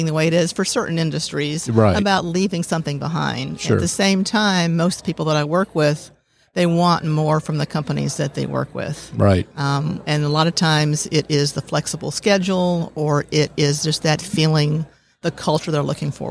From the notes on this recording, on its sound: LIVE at the Business RadioX® remote at SOAHR 2023